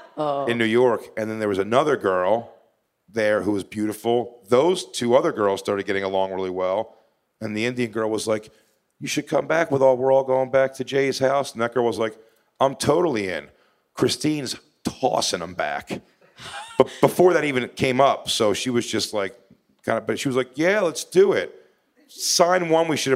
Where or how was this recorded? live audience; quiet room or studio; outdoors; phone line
live audience